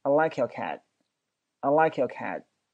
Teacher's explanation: 句子里面，就会说成 I like yourcat，I like yourcat。那个 cat 那个 t 是没有不会发音发出来的